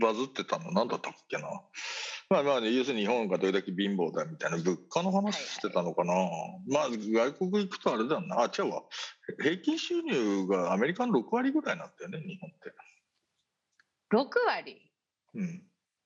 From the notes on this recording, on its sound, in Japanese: 本収録はビデオ会議サービス「Zoom」を使用し。一部聞き取りづらい箇所があります。